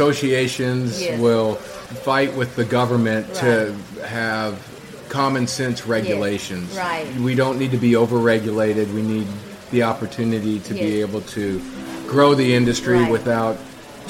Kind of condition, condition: setting, busy venue